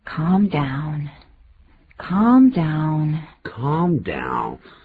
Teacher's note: 就是那个 calm,那个 L 不发音